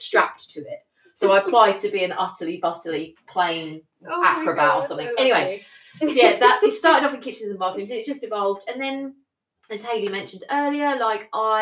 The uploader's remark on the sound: This was the first time we ever recorded anything so the sound isn't as good as it is in the main episodes.